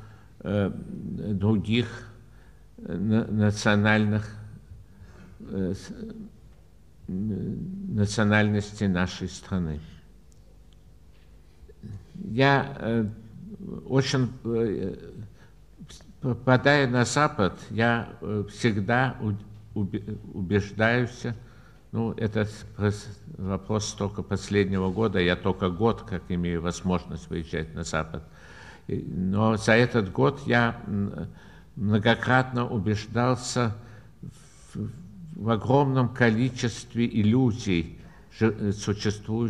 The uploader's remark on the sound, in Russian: Лионская лекция. Ответы на вопросы.